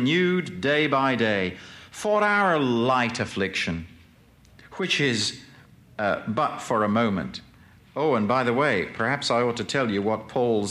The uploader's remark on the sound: Presented at Moody Keswick Bible Conference 1982.